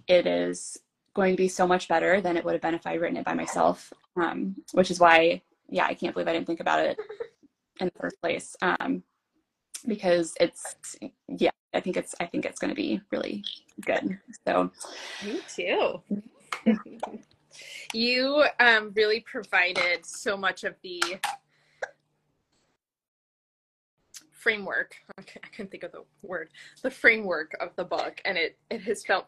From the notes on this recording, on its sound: a recording of an Instagram conversation